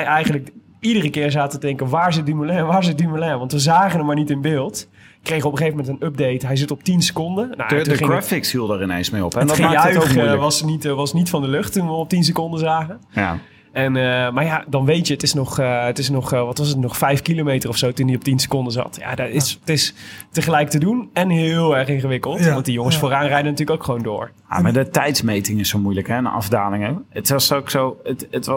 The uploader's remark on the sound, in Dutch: live vanuit Brewpub de Kromme Haring in Utrecht